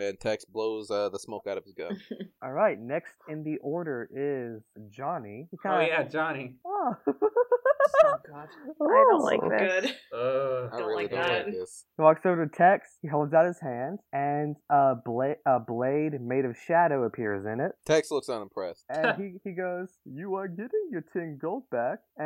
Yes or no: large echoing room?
no